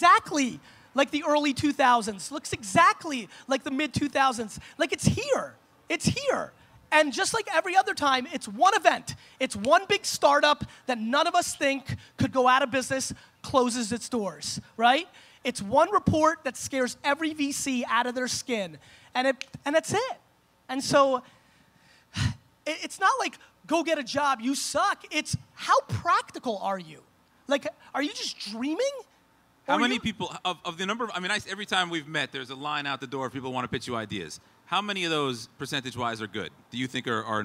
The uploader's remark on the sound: Propeller Fest Keynote 2016